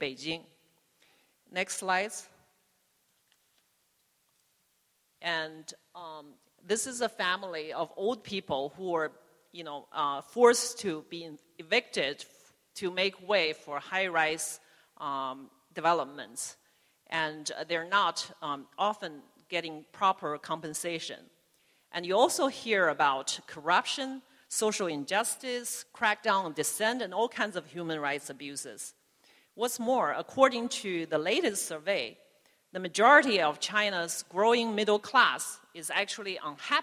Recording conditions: large echoing room